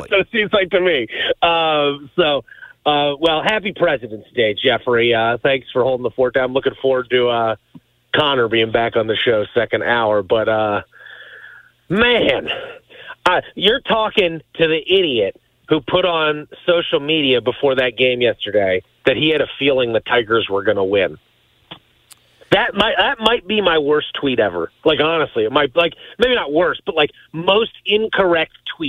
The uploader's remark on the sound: via the phone